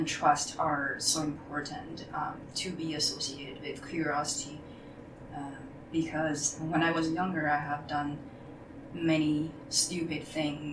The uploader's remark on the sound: for the background noise